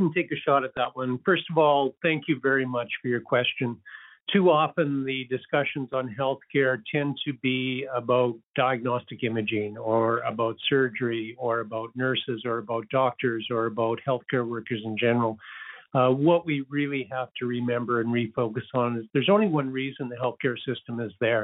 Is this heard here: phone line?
yes